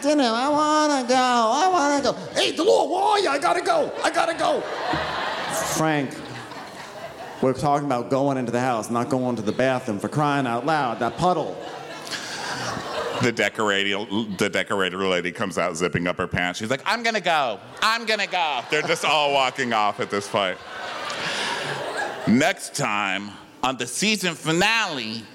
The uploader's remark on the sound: We're live from The House of Blues in Houston, TX